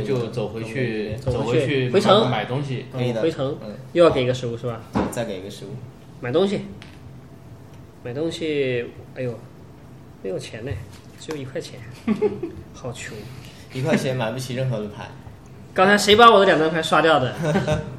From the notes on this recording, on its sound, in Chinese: 在Joypie的实体店体验了一把《命运之手：严酷的试炼》，并把当时游戏的现场以音频形式带给大家！